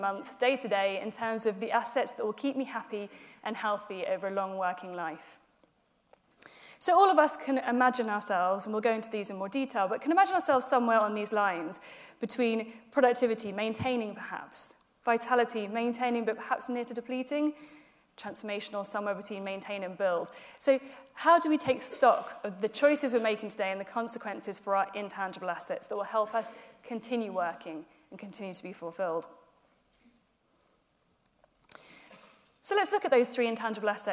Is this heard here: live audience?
yes